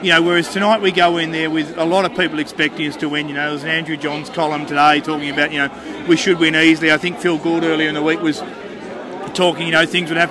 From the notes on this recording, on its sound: Soak up the atmosphere at The Duxton, where Canberra Raiders fans gathered before the short trek to Canberra Stadium for the match.